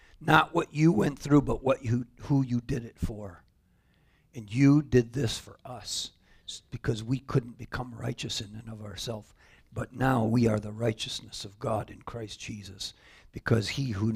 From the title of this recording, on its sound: Calvary Assembly of God live Stream